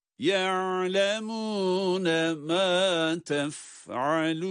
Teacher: Cezimli halinde de, harekeli halinde de ayn harfinin sesini duyuruyoruz. Tabii ki sonlarda nun harfleriyle duruş olduğu için hunneli bir sesi çıkarmak, hunne sesini çıkarmak durumundayız.